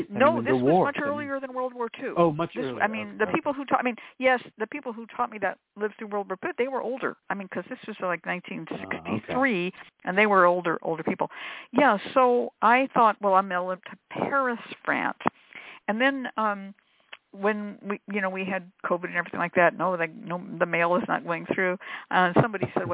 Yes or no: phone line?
yes